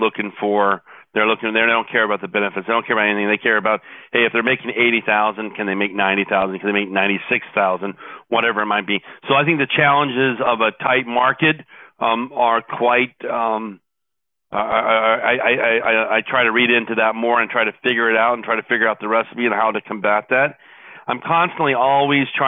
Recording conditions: phone line